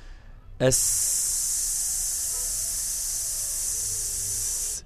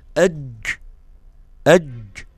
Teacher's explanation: معنى ان الصوت فيها مستمر يعني الصوت فيه جريان، يعني دي السين دي رخوة · Shown in: first take